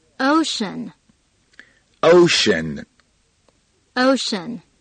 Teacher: 后面一定不要忘了发出鼻音 N